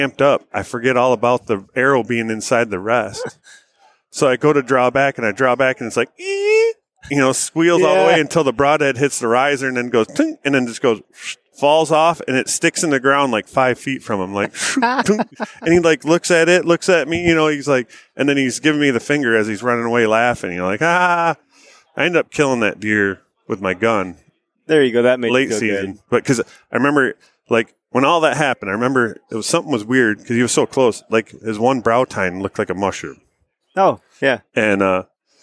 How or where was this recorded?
busy venue